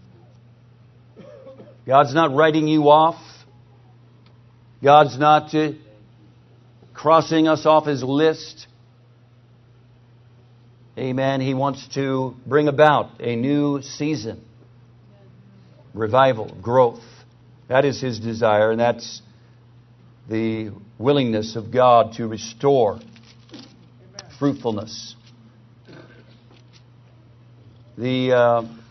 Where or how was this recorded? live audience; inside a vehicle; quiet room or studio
live audience